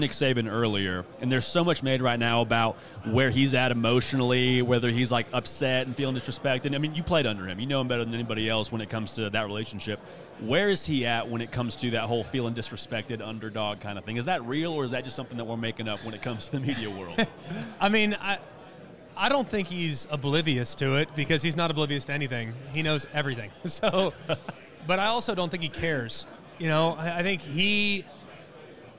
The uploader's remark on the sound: We are LIVE in living color from SEC Media Days in beautiful Nashville, TN.